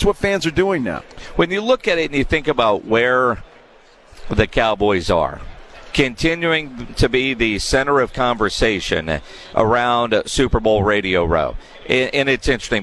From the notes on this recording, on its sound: Live from Day 3 of Media Row in Las Vegas